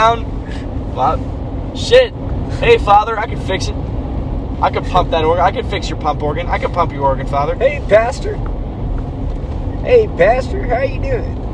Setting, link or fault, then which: setting, inside a vehicle